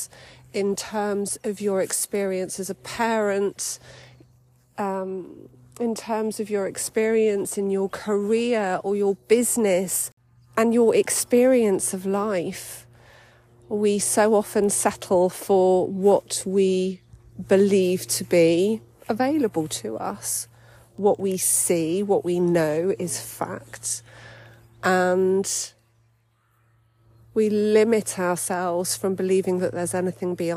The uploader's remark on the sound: I recorded this little introductory episode whilst on a walk, on my birthday, with my dog!